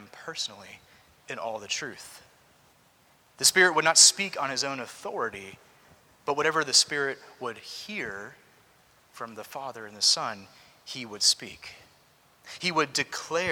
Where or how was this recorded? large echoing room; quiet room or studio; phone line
large echoing room